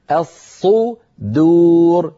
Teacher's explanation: بتفخيم الصاد وترقيق الدال، ولا نقول الصدور، الصدور، ولا نفخم الدالة حتى تصير شبه ضاد.